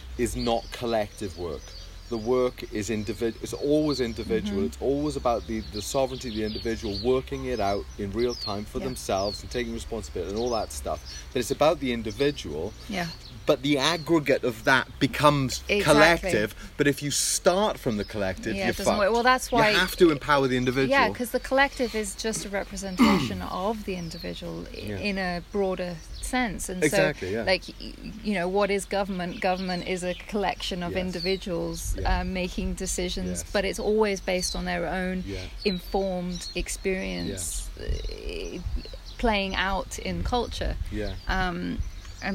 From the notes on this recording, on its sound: Please excuse the sound quality, we hope to improve but we hope you enjoy the birds!